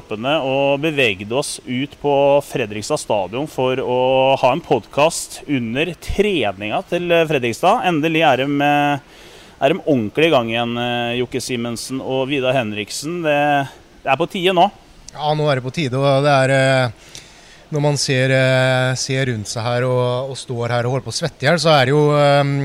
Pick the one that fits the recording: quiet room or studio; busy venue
busy venue